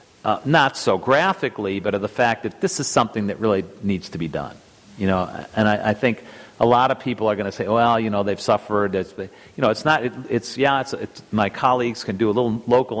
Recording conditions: live audience